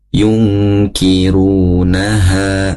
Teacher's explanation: ha makhrajnya di tenggorokan bagian ujung · Term: makhraj ha